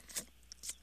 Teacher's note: tisk tisk and tut tut are both versions of the sound that you make on your teeth to express disapproval